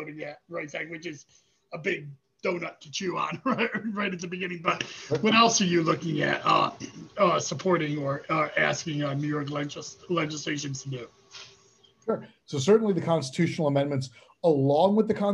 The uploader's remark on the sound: Zoom